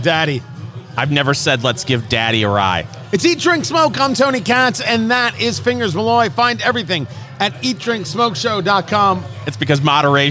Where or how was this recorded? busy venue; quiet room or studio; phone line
busy venue